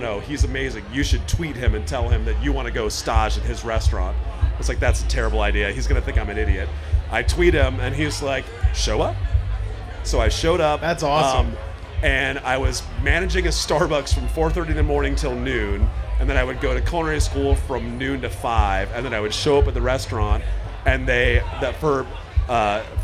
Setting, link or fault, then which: setting, busy venue